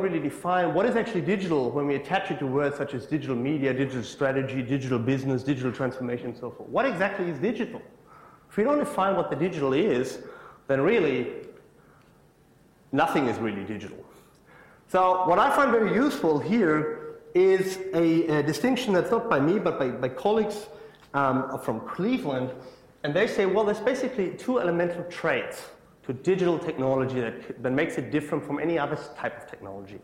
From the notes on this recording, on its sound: IFE Lecture, recorded 1 September 2017 at QUT.